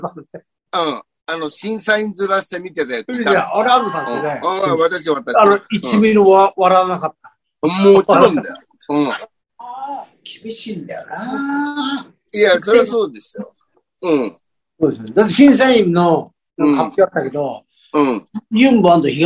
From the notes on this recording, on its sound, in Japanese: ZOOMで収録